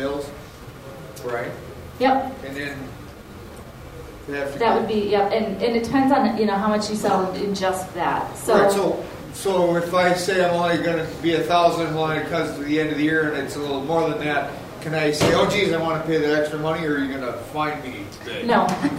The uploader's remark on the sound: The audio from the Helena Montana Medical Growers Assocation Cannabis Symposium that I went.